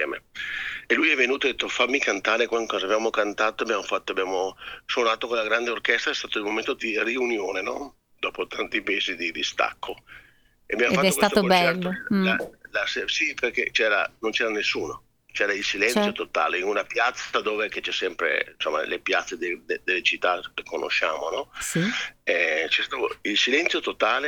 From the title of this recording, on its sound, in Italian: INTERVISTA TELEFONICA